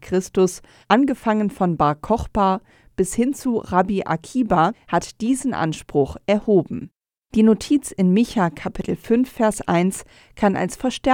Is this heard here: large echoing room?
no